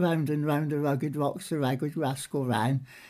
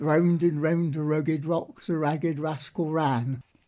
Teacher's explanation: one of the characteristics of West Country dialects is what is called rhoticity, and that is the deep pronunciation of R · Shown in: second take